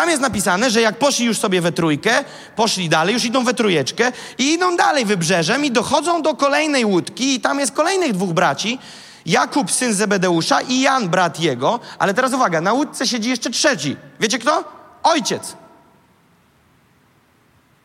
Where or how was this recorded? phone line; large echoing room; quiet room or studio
large echoing room